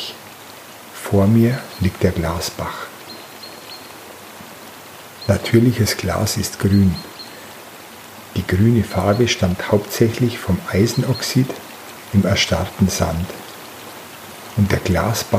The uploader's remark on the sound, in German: Eine 30-minütige Aufnahme die ich beim Aufstieg zur Benediktenwand unterhalb der Wasserfälle am Glasbach, tief im Wald, gemacht habe. Man hört das gurgeln des Bachs, das Frühlingsgezwitscher und den Wind in den Bäumen.